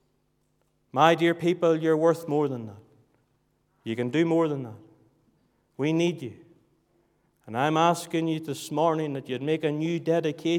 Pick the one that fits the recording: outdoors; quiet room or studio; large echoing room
large echoing room